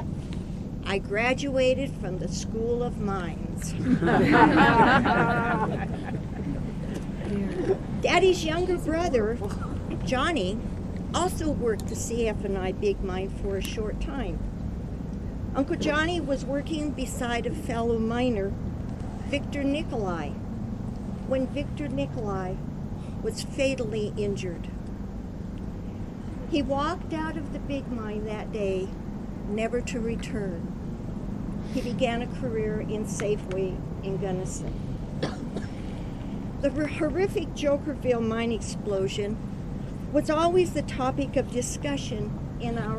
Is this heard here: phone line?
no